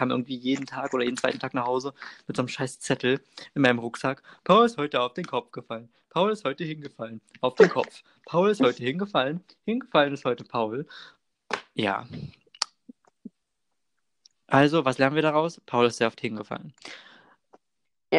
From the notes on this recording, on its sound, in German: tatsächlich einmal ohne technische Schwierigkeiten aber wie immer mit rotziger Internetverbindung